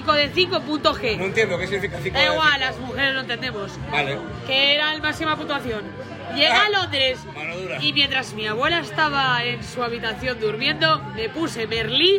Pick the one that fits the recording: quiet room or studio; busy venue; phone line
busy venue